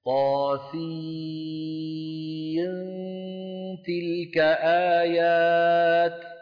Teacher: نخفي النون عند التاء